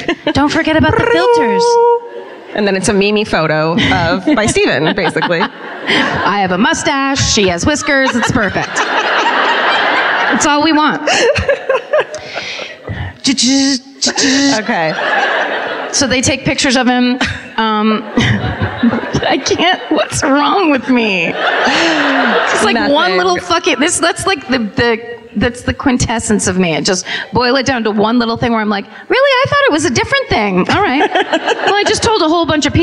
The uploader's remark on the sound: Live at the Belk Theater in Charlotte